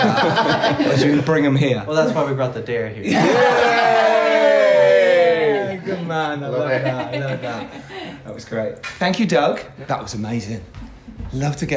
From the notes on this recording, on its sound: LIVE in Miami. LIVE from Popcorn Frights Film Festival in Miami.